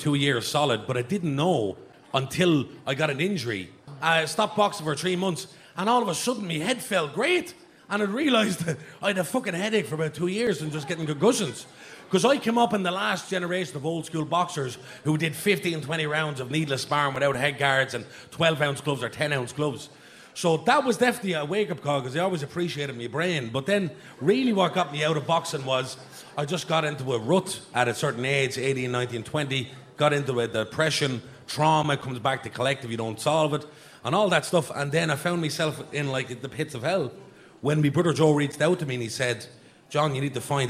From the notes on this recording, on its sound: After our shows at the National Stadium we decided to go back to the archives and bring you some of our favourite bits from our live shows, going right back to the start.